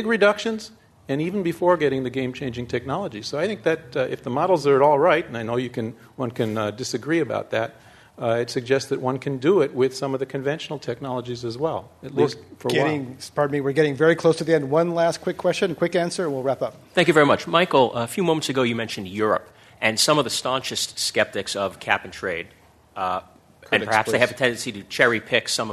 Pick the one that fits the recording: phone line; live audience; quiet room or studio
live audience